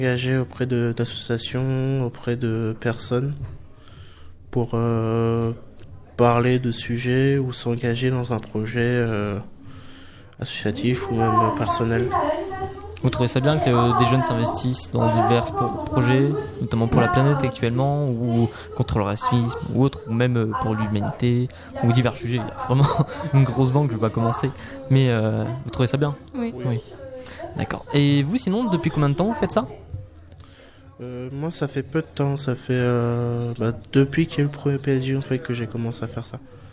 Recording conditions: busy venue